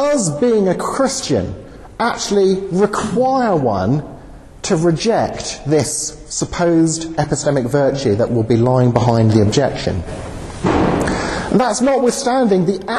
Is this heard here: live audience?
yes